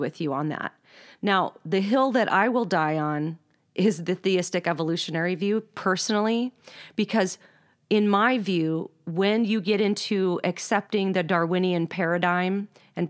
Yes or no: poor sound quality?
no